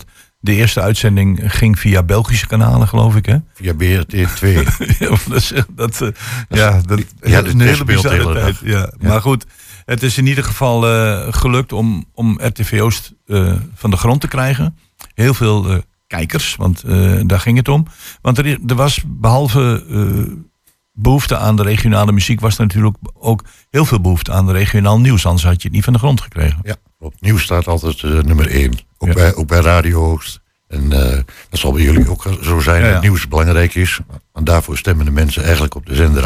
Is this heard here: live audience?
no